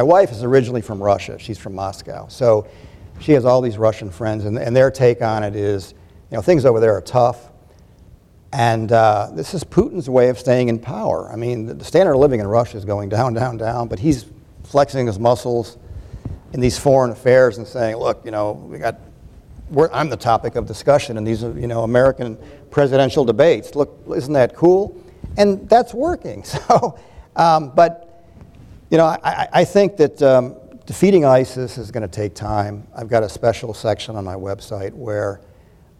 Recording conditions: live audience